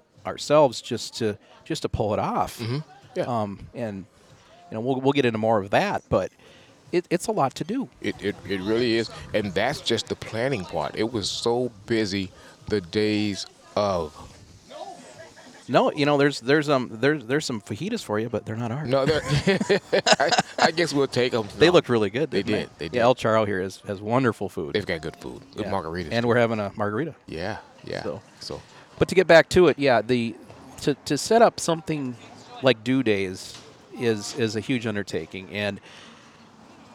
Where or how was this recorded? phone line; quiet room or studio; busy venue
busy venue